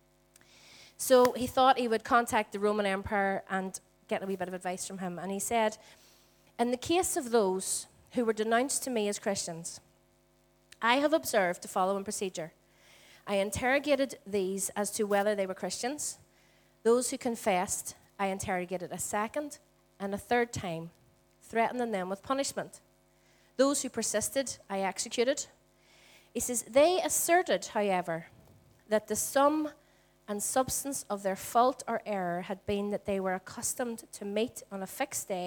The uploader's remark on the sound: Recorded at our Storehouse Venue on 22/04/18.